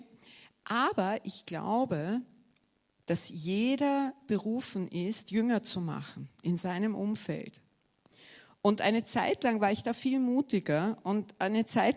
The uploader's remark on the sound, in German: Gottesdienst live aus der LIFE Church Wien